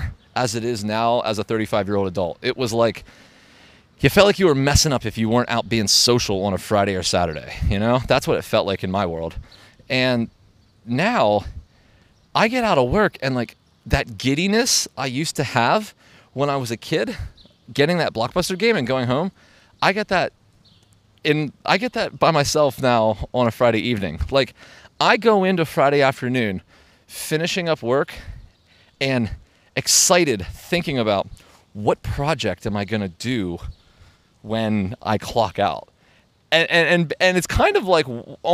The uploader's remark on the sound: Today’s episode was recorded in Central Park. NYC.